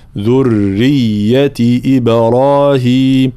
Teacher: طبعا انتباه إلى تحقيق حركات الكسر في بعض الكلمات مثل إدريس، إي صديقة، صي مع تفخيم الصاد، ثم الياء المشددة من ذرية، ذرية مع ترقيق الراء وبيان التشديد هنا في الراء وفي الياء